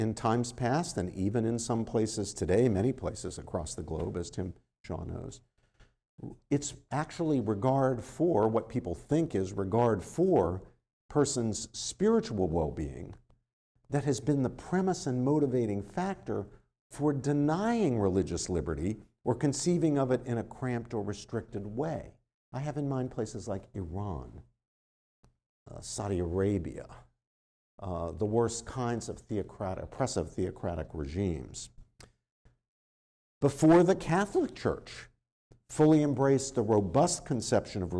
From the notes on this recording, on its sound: This lecture was given on September 28th, 2023, at Georgetown University.